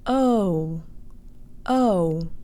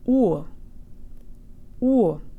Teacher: But Russian does the opposite. Start closed and open up a little, either from an O to an A sound or from an U to an O sound. · Shown in: second take